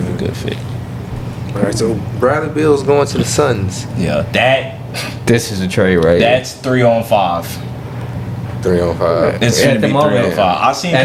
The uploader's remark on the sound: Live from the NBA DRAFT.